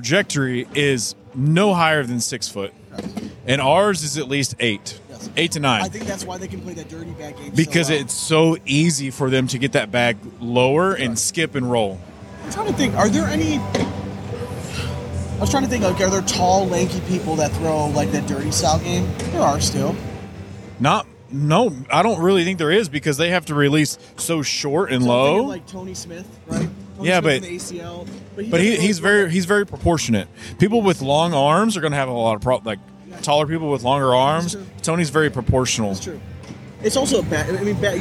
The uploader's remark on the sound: Live from Sig 2!!